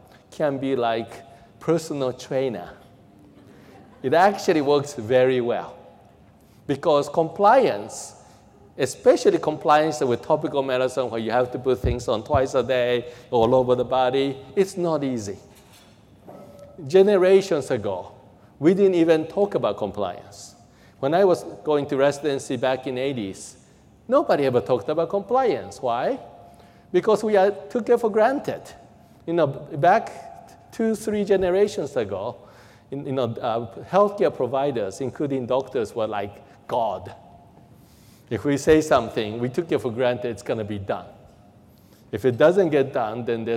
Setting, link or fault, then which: setting, large echoing room